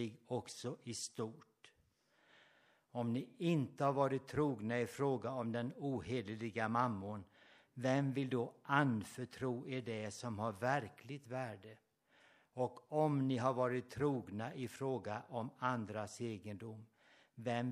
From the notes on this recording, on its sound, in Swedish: Inspelad under gudstjänst på Löfstadkyrkans sommarhem Furuvik i Tranås 2023-08-06